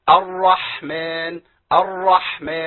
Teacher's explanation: محتاج ان انا ابين صوت الحاء الهمس فيها.